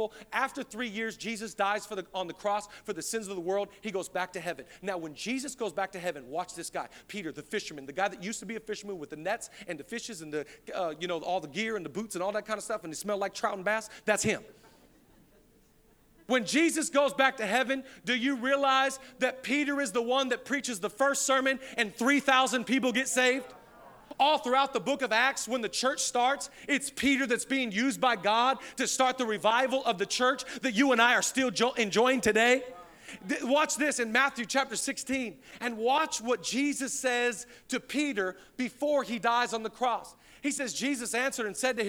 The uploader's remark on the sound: Zoe Church LA. Live from the El Rey Theater.